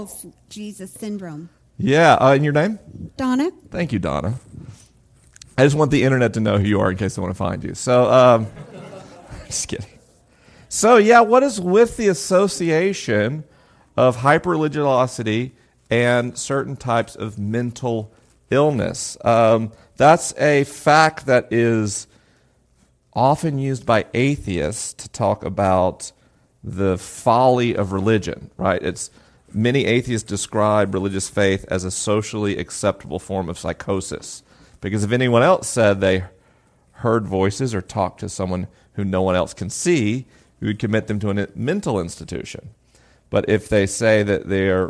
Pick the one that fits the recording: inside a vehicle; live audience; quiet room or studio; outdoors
live audience